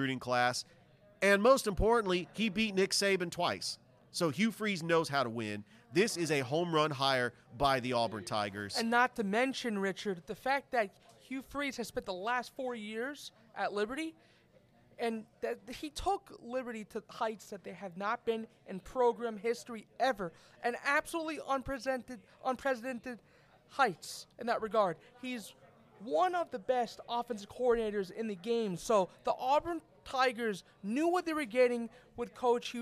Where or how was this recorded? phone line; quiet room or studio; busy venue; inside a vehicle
busy venue